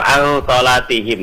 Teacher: jadi nun sama sotnya tercampur · Term: ikhfa